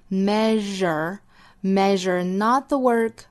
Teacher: not 后面的 t 的音略掉